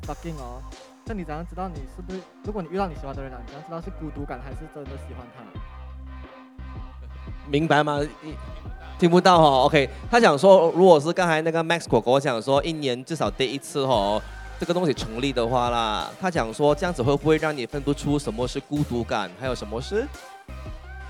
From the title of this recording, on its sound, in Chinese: 首次户外录音：彩虹节现场录制播客